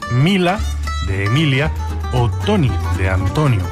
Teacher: la conservación de la sílaba tónica, mientras que las que la preceden se pierden muchas veces